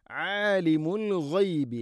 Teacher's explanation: ആലിം ഐന് തൊണ്ടയുടെ മധ്യഭാഗം